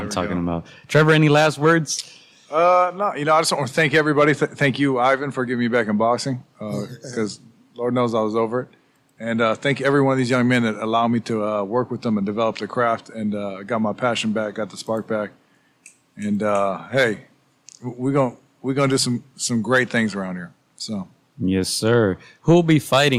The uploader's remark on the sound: Live from the Jackrabbit boxing academy